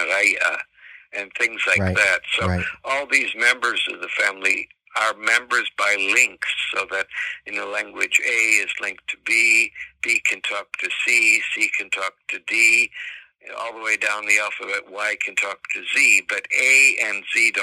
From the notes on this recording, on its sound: on the phone